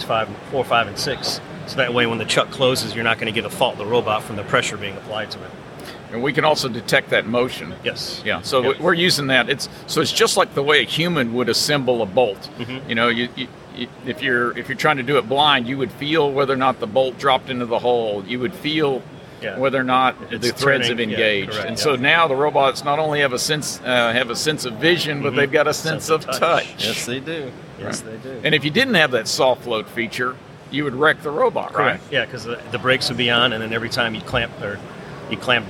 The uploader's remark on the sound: From the floor of the Offshore Technology Conference in Houston, TX.